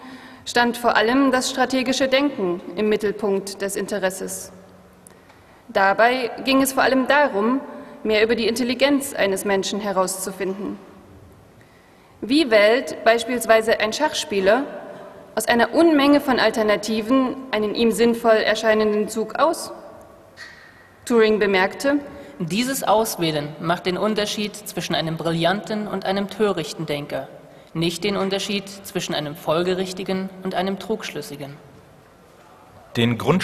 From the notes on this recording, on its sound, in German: Live-Performance der Hörspielwerkstatt der Humboldt-Universität Berlin